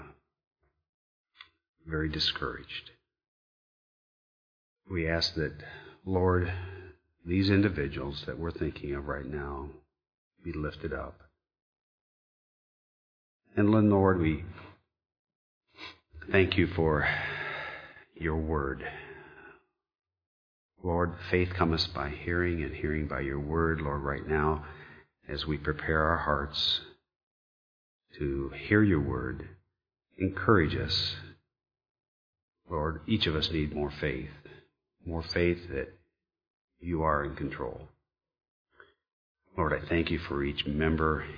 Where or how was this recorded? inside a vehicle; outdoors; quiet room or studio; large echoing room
large echoing room